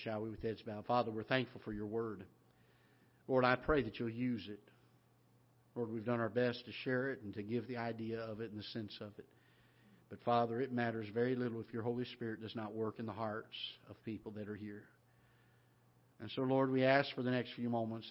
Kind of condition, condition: setting, large echoing room